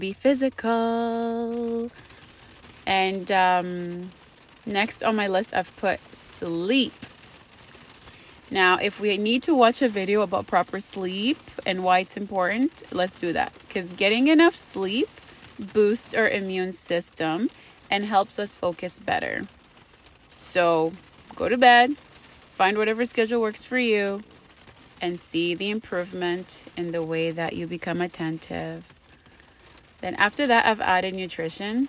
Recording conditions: background noise